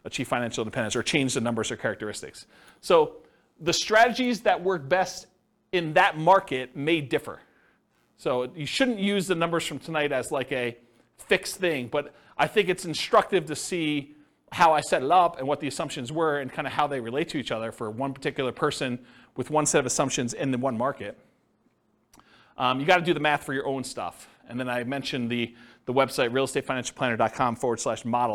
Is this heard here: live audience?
yes